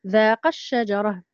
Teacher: لكن عند الوصل مثلا تسقط همزة الوصل، ذاق الشجرة، لأن هنا تحذف لالتقاء ساكنين.